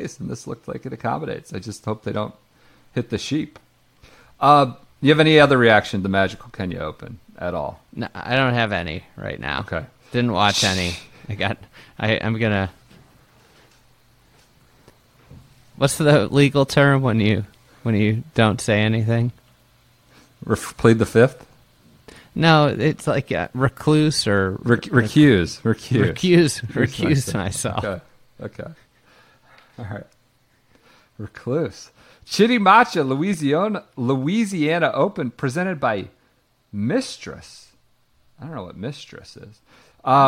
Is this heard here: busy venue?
no